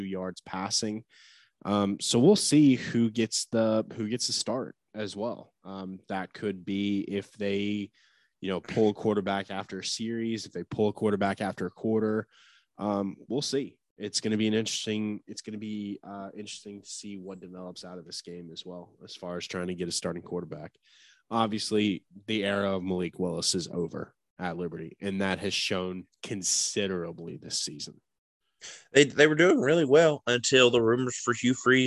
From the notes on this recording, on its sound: talk smack from a Zoom call